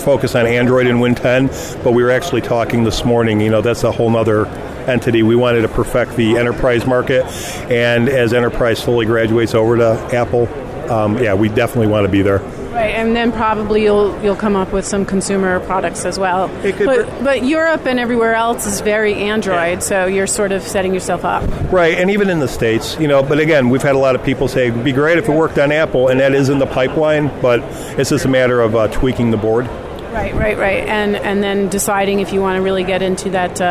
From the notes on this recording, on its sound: Live From The Show Floor of AWE2018.